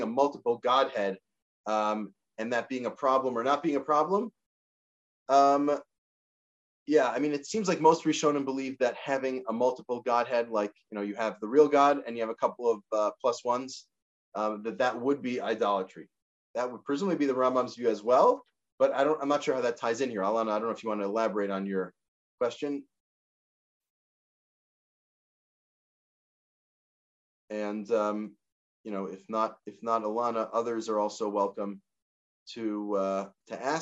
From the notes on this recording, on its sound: This audio was captured from Zoom on 03/13/2022 as part of Drisha's Spring Zman.